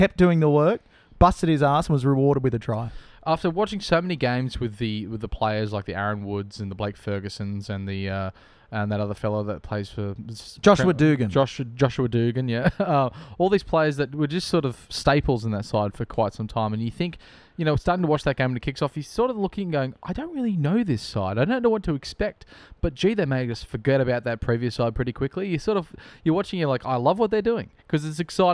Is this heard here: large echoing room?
no